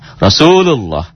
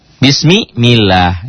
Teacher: Lafad Allah dibaca tebal, berbunyi O, kalau sebelum lafad Allah berbaris di atas. · Shown in: first take · Bisa patah, bisa doma.